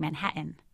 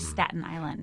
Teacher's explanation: Everyone does different things with their T's in the middle of words. And particularly in words like Manhattan and in Staten Island, what we're doing is what linguists call a glottal stop